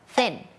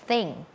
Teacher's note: การออกเสียงth เนี่ยนะคะเป็นปัญหาแบบระดับชาติเลยทีเดียวเชียวเฮ้ยมันก็ไม่ใช่ดอเด็กแล้วมันก็ไม่ใช่ทอทงด้วยเสียงth เนี่ยแล้วมันยังมี2เสียงที่แตกต่างกันอีกร้องไห้ทีนี้ thเนี่ยมันมี2เสียงด้วยกันนะคะ เสียงแรกค่ะเป็นเสียงแบบ unvoicedคือออกมาแค่ลมเราเอาลิ้นเนี่ยมาวางตรงกลางระหว่างฟันบนกับฟันล่าง